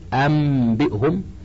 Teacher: قلب النون الساكنة والتنوين ميما قبل الباء مع مراعاة الغنة والإخفاء · Term: الإقلاب